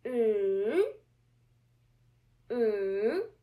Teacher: Make the sound go down and then make it up again. · Term: third tone